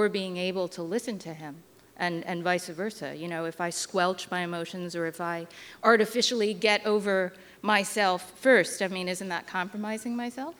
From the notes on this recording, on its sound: before an audience at The Aladdin Theater in Portland, Oregon